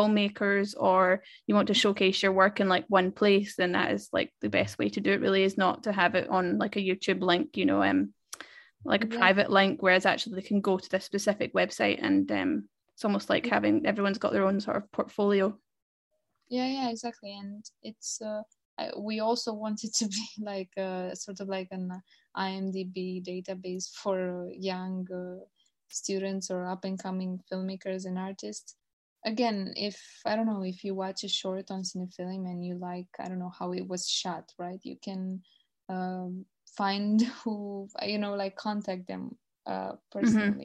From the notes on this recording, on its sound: This interview was recorded on Zoom therefore apologies in advance for any glitches in the sound quality/editing. Sorry not sorry for the appearance (audibly at least!).